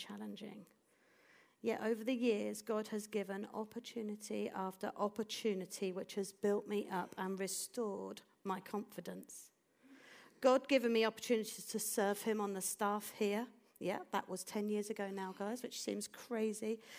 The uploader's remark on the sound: This audio was recorded at our venue in Putnoe.